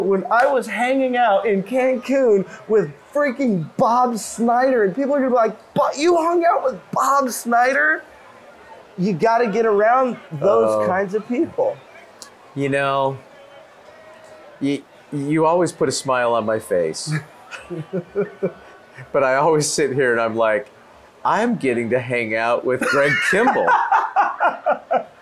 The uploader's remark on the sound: This time we recorded our episode from the balcony